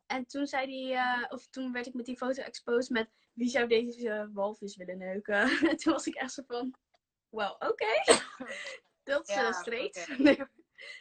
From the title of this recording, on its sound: Instagram Live